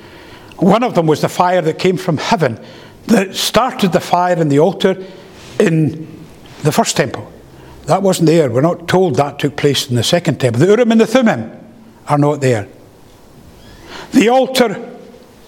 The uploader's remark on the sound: The first paper delivered at the Free Southern Presbytery Colloquium held in Knightswood Free Church -Continuing-, Glasgow.